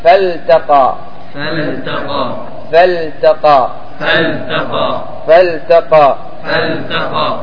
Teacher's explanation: فالتقى إظهار اللام عند التاء